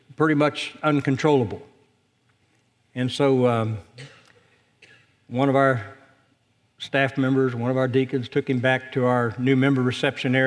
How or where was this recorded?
large echoing room